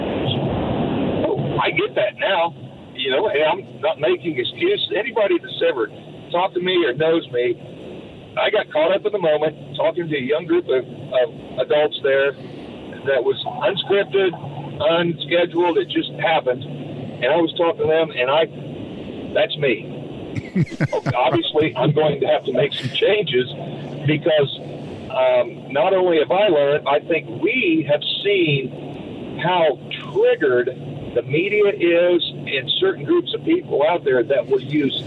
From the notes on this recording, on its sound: answers questions from listeners that called